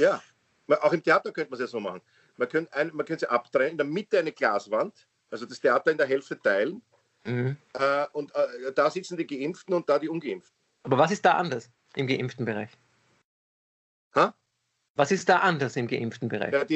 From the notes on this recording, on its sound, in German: Aufzeichnung einer ZOOM Session vom Montag, 18.